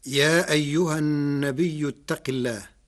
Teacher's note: قرأ ورش كلمة النبي بالهمز بعد الياء الساكنة فتصير مدا متصلا يمد قدر 6 حركات